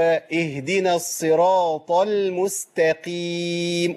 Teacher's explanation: طب ما اقولش اهدينا لان الهاء عندي ساكنه، حرف رخ وبيجري فيه الصوت. ايه لازم الصوت يمشي كده.